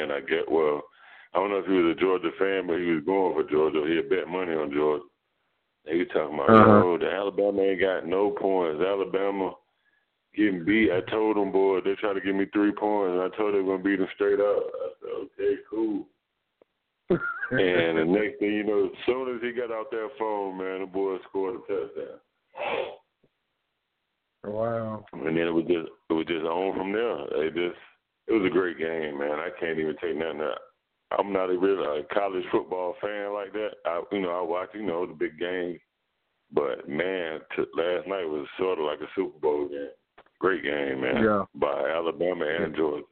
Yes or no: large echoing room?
no